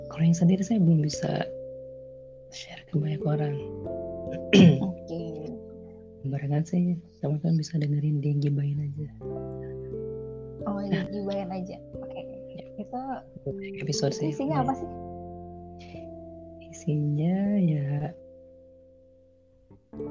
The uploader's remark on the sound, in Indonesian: Maaf jika suara tidak bersahabat untuk didengar..